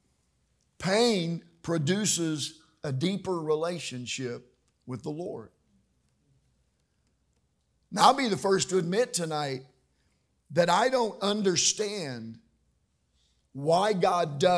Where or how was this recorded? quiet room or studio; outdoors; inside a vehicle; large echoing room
large echoing room